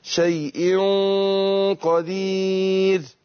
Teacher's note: ما بنيجي نخفي النون عند الحروف الاستعلاء بفخم الغنة نفسها. احنا اتفقنا اللي بيبقى في الإخفاء الغنة وبيذهب الحرف اللي هو النون.